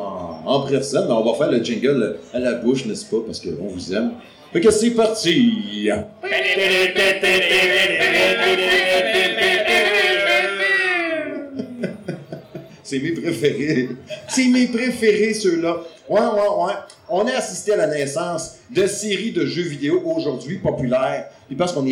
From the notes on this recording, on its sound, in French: Spécial LIVE au Bar Arcade MacFly. Épisode enregistré LIVE devant public au bar arcade MacFly à Québec. En plein milieu du bar arcade. Ayant eu un petit soucis technique pour l'enregistrement de l'épisode, la qualité audio n'est pas optimale.